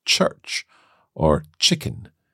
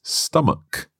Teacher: this word ends with ch, and that's normally pronounced ch, like church or chicken. But here it's stomach. A hard k · Shown in: second take